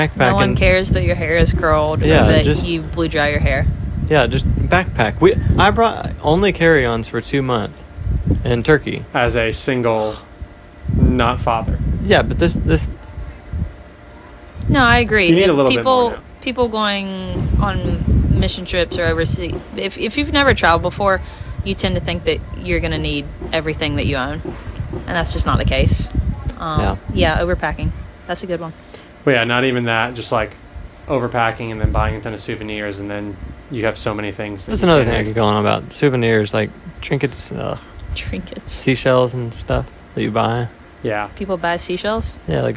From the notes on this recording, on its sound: We recorded outdoors, sitting on a deck at beach week. As long as you don't mind the wind and the sound of construction in the background.